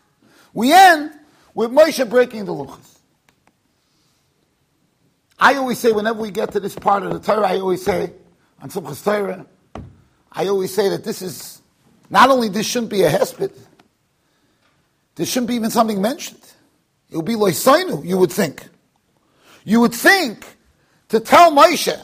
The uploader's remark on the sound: Shiur recorded in Yeshivas Ohr Reuven, Monsey NY.